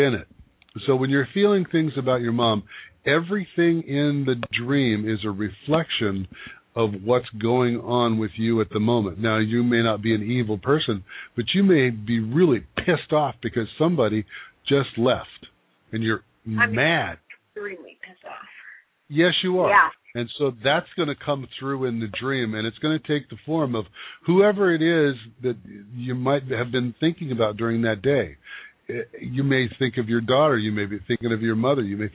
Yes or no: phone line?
yes